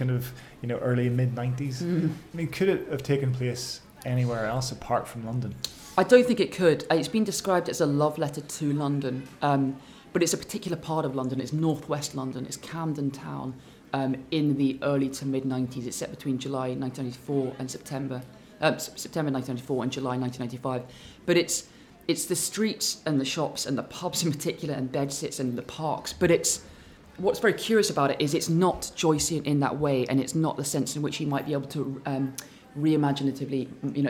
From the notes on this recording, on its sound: Recorded live at the Edinburgh International Book Festival, a discussion with this year’s winners of Britain’s oldest literary awards.